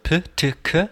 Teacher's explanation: p t k sind stimmlose Plosive